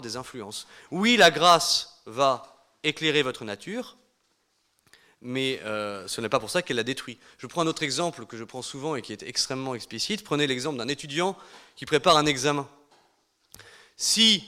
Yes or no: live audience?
yes